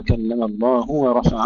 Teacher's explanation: ننتبه إلى تحقيق ضمة الهاء قبل أن ننتقل إلى الواو